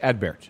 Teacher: the T is pronounced, but it is not pronounced powerfully